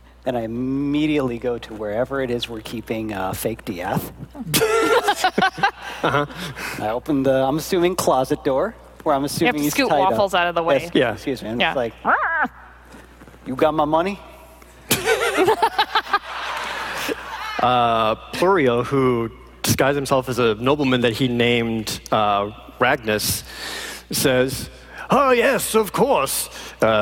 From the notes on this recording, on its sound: live from PAX Unplugged 2018